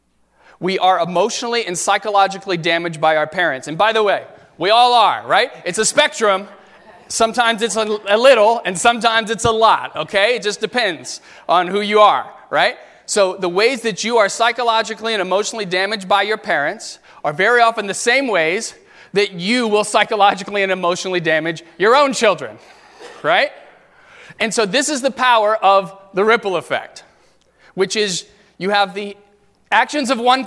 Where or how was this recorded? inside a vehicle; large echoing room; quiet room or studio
large echoing room